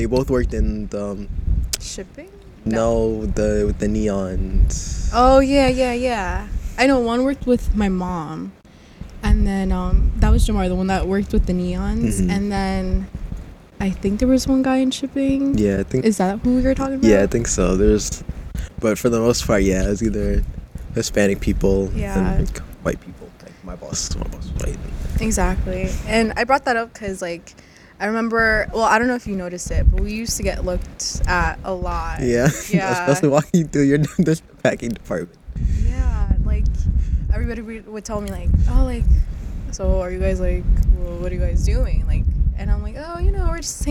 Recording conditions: wind noise